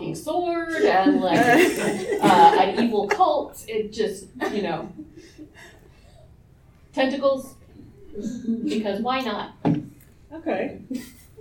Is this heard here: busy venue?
yes